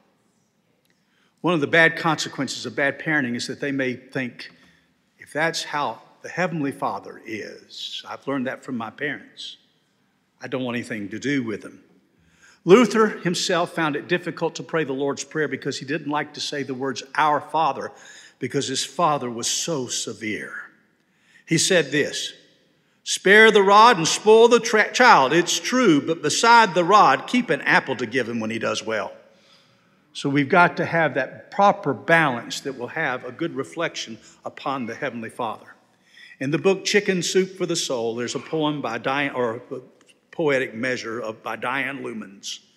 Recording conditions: large echoing room